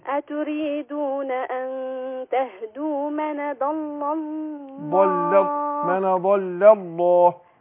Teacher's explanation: رقق اللام الأولانية فخم اللام لفظ الجلال